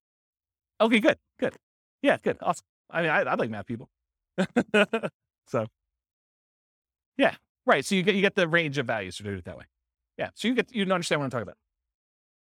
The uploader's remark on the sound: This was a live class recorded